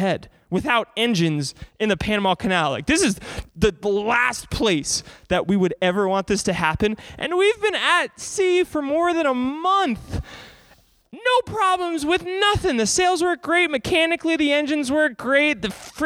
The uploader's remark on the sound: Broadcasts live from a church.